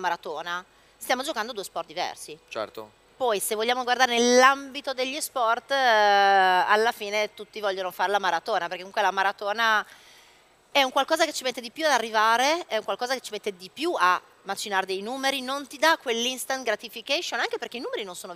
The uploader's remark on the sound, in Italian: Dal WMF! Il Web Marketing Festival ci ha prestato il palco e le videocamere.